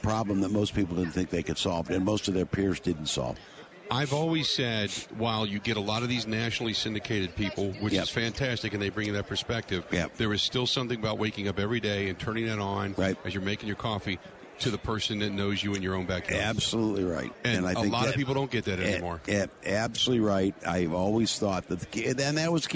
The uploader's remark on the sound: Live From Super Bowl Radio Row